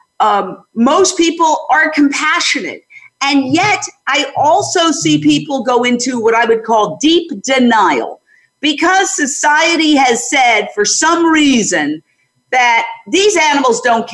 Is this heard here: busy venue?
no